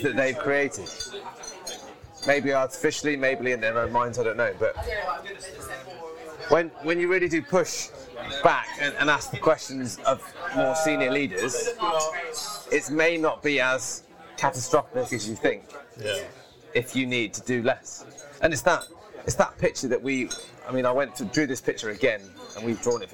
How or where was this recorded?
busy venue